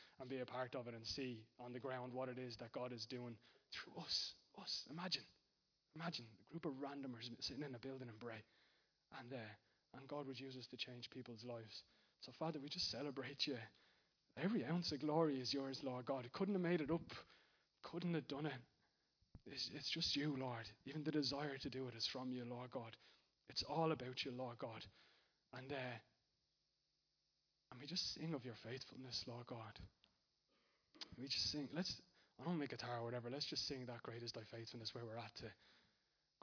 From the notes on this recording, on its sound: Recorded live in Liberty Church on 12th May 2019